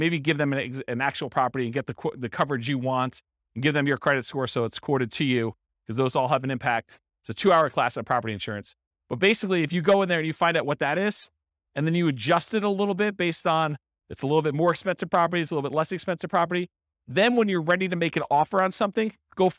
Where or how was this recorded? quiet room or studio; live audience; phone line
live audience